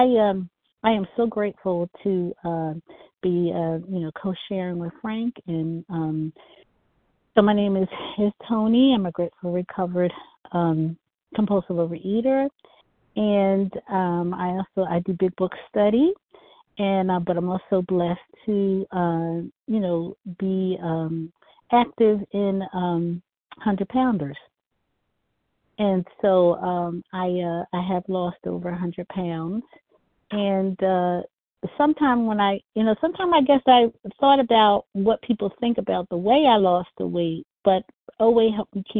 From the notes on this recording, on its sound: co-share from the 100 Pounders Phone Meeting